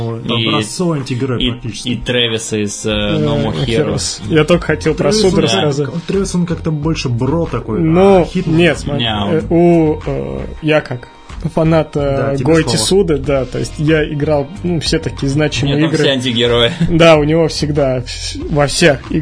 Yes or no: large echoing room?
no